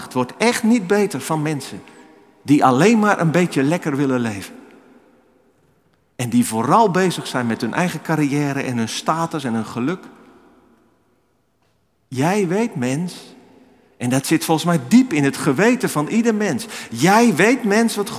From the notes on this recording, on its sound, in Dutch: Opgenomen in de Noorderkerk te Amsterdam.